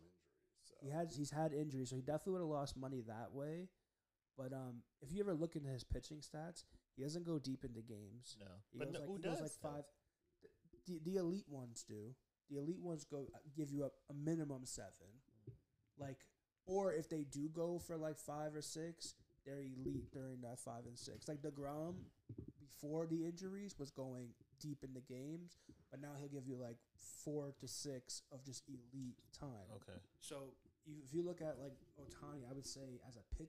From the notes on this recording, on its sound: (SOUND DISCLAIMER, MUST RAISE YOUR VOLUME UP). (We are getting back in the swing of things, so we do apologize!).